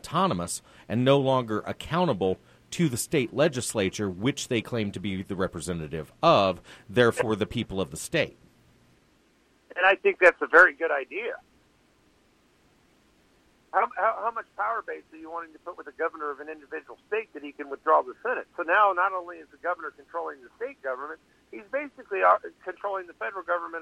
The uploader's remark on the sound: Live show with a call in guest!